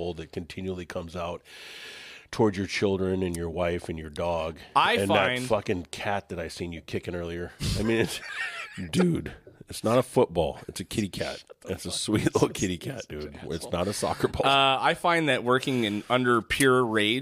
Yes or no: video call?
no